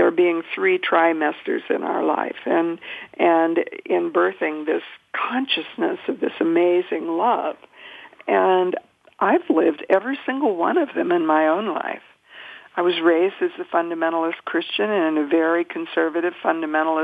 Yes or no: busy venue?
no